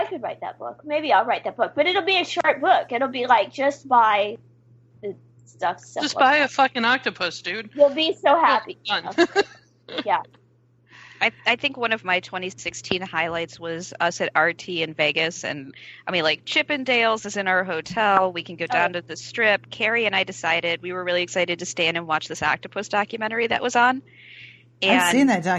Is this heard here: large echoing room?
no